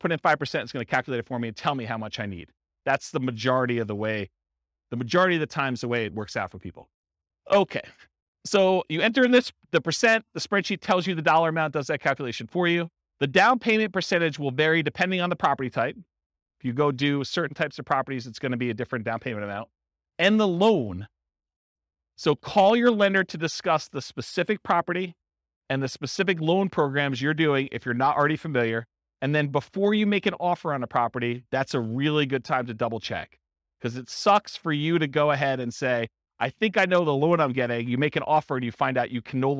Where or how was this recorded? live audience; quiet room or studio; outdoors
live audience